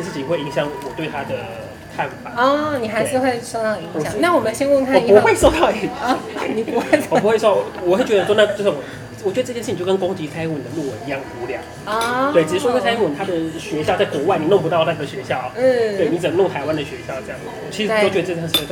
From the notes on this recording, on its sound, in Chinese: Lane 72 Bistro 英式餐酒館。本集首次嘗試在餐酒館內錄音。